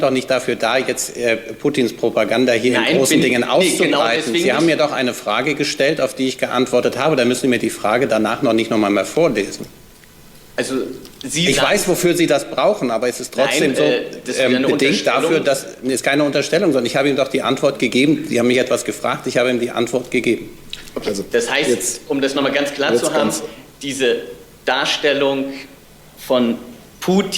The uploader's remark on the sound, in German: BPK-Mitschnitt 14.02.2024